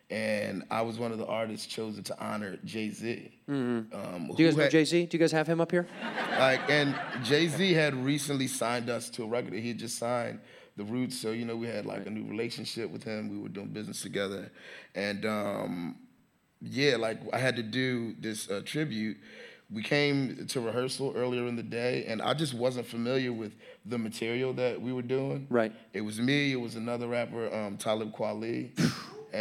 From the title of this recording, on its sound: Live from Montreal Just For Laughs